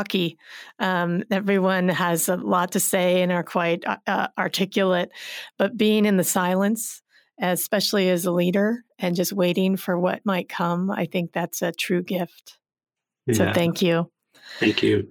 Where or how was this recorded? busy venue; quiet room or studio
quiet room or studio